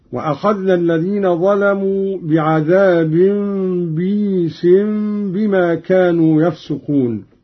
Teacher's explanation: بكسر الباء بعدها ياء ساكنة مدية على وزن عيس، يقرأ هكذا: وأخذنا الذين ظلموا بعذاب بئيس بما كانوا يفسقون.